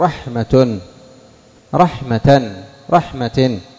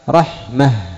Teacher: أبدلت التاء هاء عند الوقف · Shown in: second take · Term: الإبدال